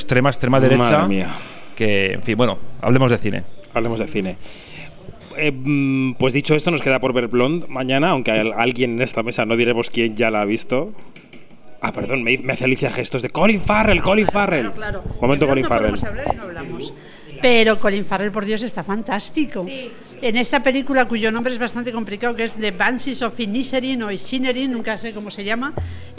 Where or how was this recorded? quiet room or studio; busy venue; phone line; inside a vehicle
busy venue